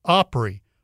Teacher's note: These people commonly spoke an Appalachian dialect of English in which speakers often pronounced words ending in an A with an E sound, such that opera becomes Opry, or okra becomes Okry.